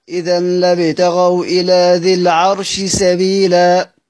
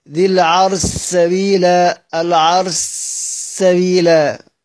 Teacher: سين مشددة هتحذف الشين خالص، إذا ضغمت الشين في السين